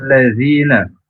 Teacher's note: huruf zal, ujung lidah ke ujung gigi atas. Zi panjang, dua harokat.